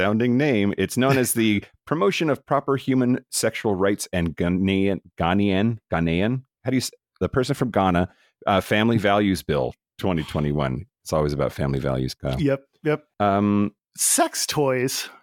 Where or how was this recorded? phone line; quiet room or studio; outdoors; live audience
quiet room or studio